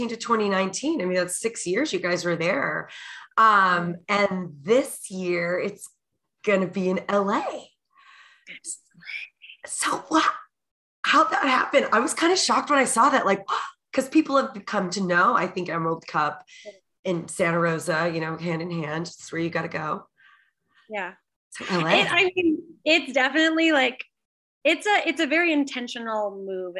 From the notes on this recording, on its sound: Episode recorded in New Braunfels, Texas via Zoom.